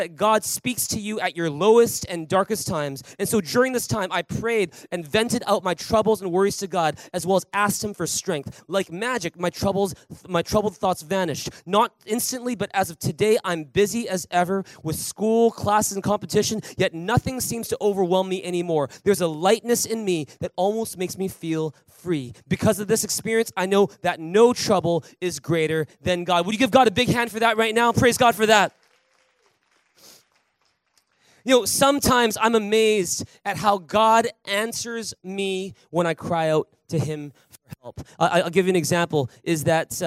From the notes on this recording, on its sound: At THRIVE Church Vancouver, Canada.